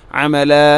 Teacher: വഖഫ് ചെയ്യുമ്പോൾ രണ്ട് ഹർക്കത്തിന് തുല്യമായിട്ട് നീട്ടണം. അമല മദ് ഇവതാണ് അതിൻ്റെ പേര്.